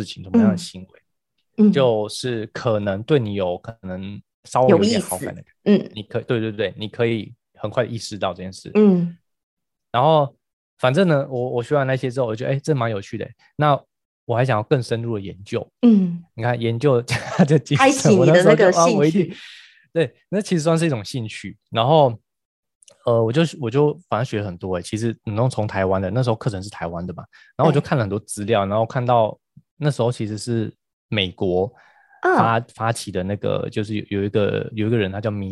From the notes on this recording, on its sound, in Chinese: 遠端視訊錄音